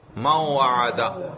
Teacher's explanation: نون بھی واو ہو کر اس کا واو میں ادغام ہو جائے گا.